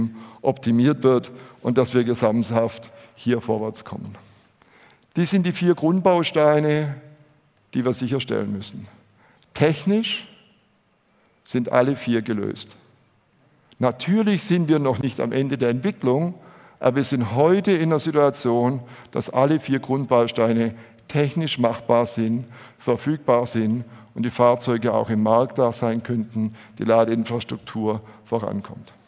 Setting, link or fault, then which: setting, live audience